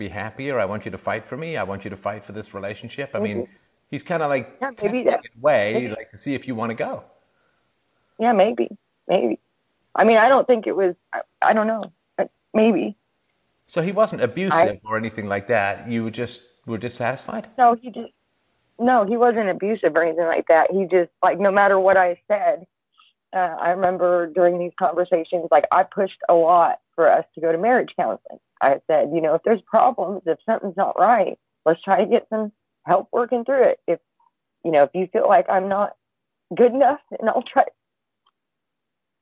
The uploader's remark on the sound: Freedomain Call